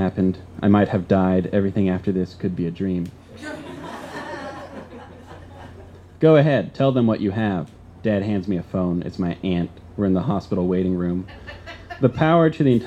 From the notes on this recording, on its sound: This story was recorded live on 13 December 2016 at Tiger!